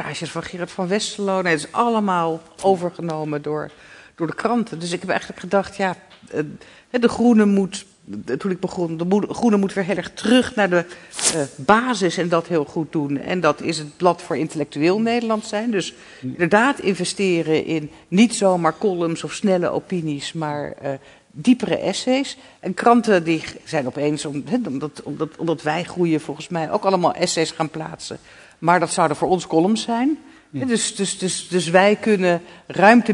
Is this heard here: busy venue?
yes